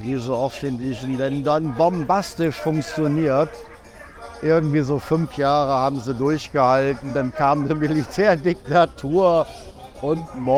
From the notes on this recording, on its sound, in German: LIVE vom Unabhängigkeitstag in Surinam. Deswegen habe ich mich für dich mitten ins Getümmel gestürzt und berichte von den Eindrücken einer großen Festivität in dem kleinen Staat Surinam. Lasse ich quasi die Energie und Atmosphäre des Momentes durch mich in diese Aufnahme einfließen.